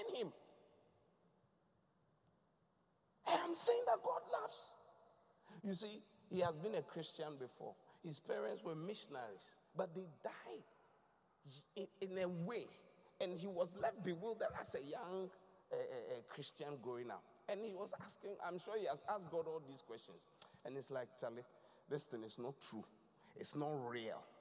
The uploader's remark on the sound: Thanksgiving Service ( Inspiration Service ). Preached at the Qodesh.